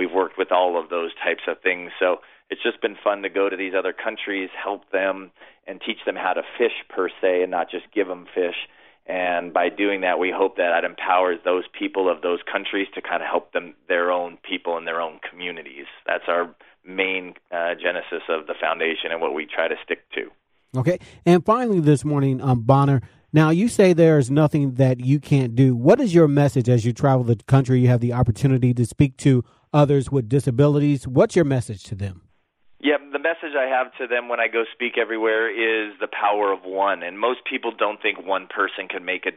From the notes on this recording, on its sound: joined the show via telephone